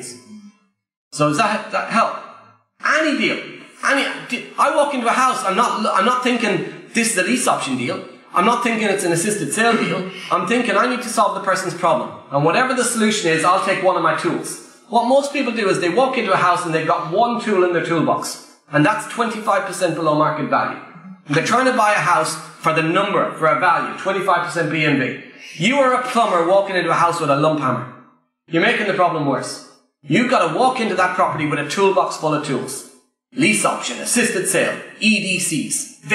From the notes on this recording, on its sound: Live at PPN Blackfriars